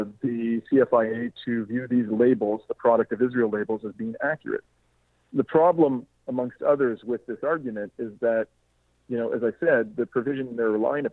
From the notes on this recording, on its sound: joined me on the phone to explain more